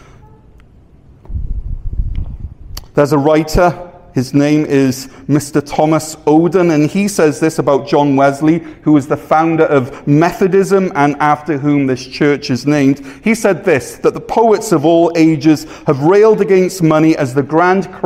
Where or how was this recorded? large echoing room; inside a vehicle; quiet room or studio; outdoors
large echoing room